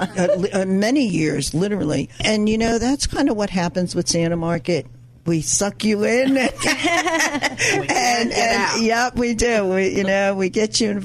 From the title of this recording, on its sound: LIVE REMOTE!! OSJ Radio Hour Dec. 2nd from The Santa Market !!!